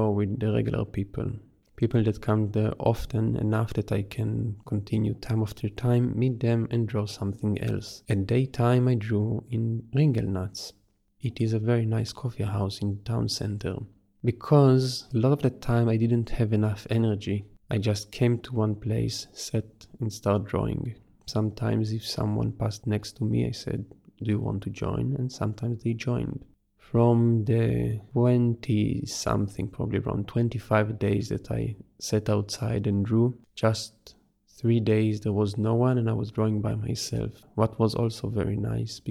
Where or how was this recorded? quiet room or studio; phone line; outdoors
quiet room or studio